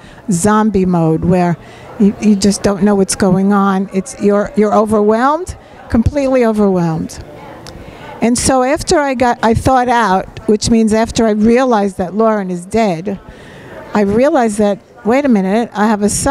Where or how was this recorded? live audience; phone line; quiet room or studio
live audience